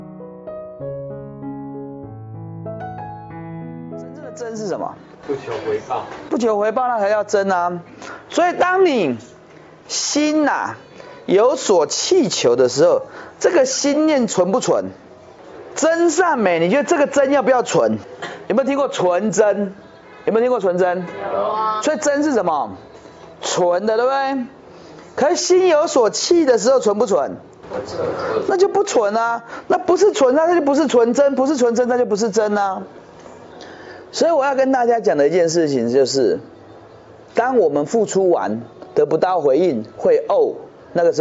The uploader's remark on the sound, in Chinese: 現場演講。